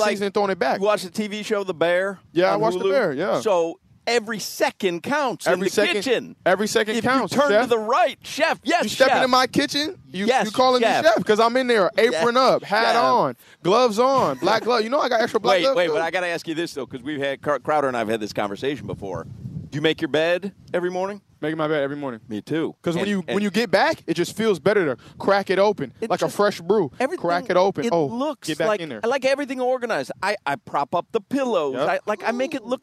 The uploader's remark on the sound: joins the show live at Hollywood Kia